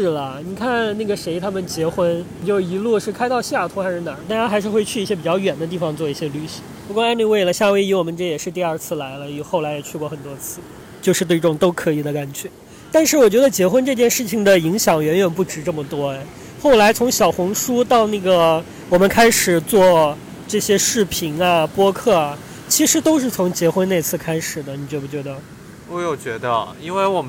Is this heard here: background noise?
yes